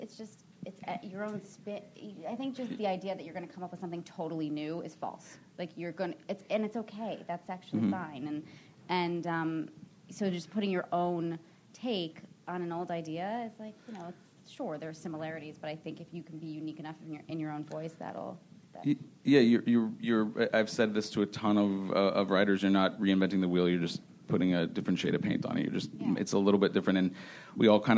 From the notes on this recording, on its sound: “The Buyers” panel from ATX Television Festival. Recorded Friday, June 5, 2015 at ATX.